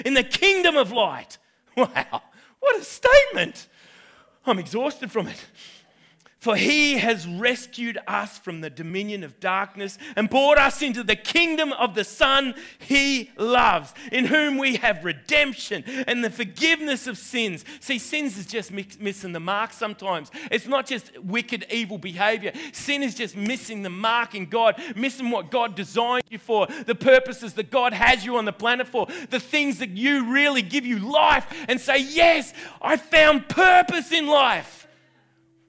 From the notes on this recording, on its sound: This message was recorded on 16/06/2019 at the 11am gathering.